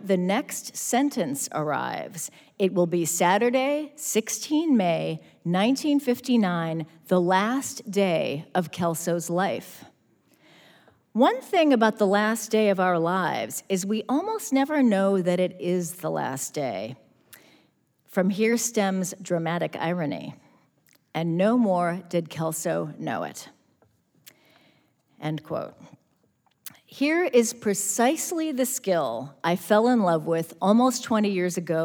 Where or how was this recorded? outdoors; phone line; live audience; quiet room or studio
live audience